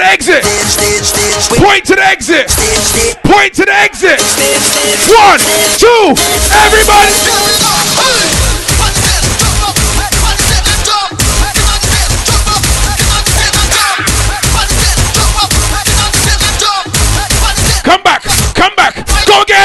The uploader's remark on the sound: Live audio from the Return Fete